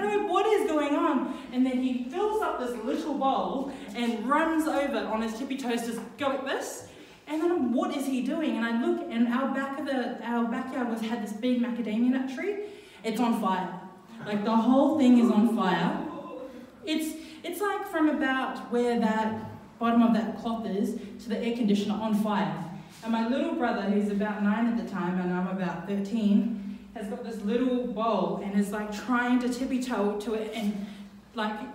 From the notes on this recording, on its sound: Recorded live at BackDock Arts. The Story Chunder is a regulare event at Brisbane's BackDock Arts where storytellers share unbelievably true stories from their lives.